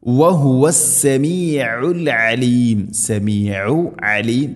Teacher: രണ്ടും ഐനിൻ്റെ ഉച്ചാരണം ശ്രദ്ധിക്കണം, തൊണ്ടയുടെ മധ്യഭാഗം